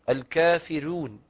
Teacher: اختص نافع دونا عن غيره بترقيق الراء المفتوحة أو المضمومة إذا سبقتها كسرة موصولة حكما أو ياء ساكنة موصولة حكما